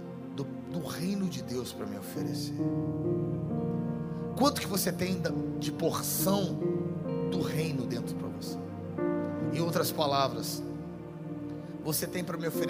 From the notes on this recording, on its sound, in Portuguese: A Refúgio Summit Conference aconteceu no dia 30/09/2023 na nossa Igreja.